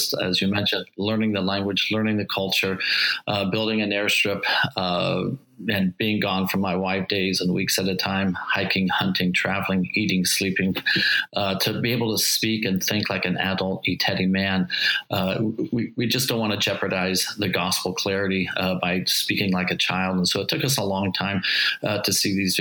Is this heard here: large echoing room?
no